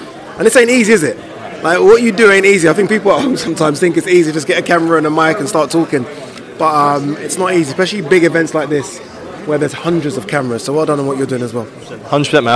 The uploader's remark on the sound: at the launch press conference in London